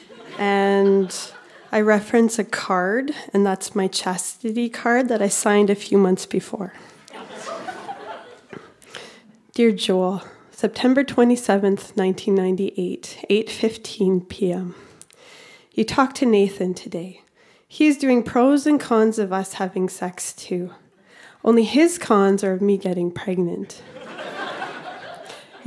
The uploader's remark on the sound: Recorded live at The Refinery in Saskatoon, SK.